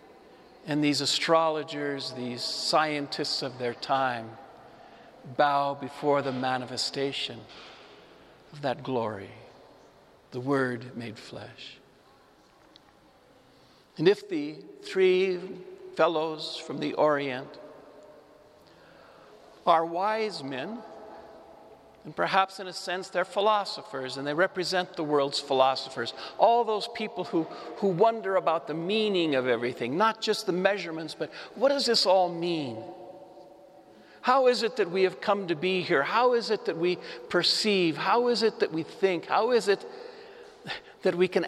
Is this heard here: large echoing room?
yes